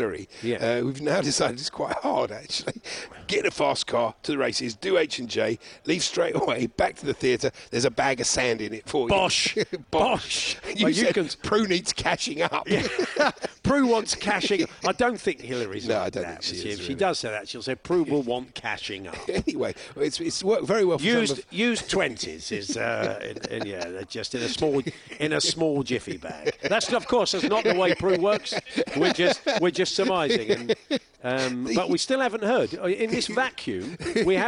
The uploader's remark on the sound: live again from Cheltenham racecourse for the second day of the Cheltenham Festival!